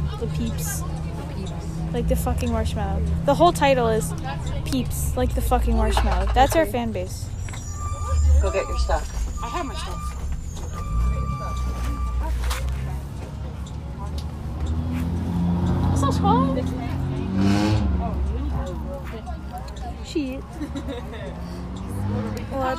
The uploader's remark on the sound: Recorded on a bus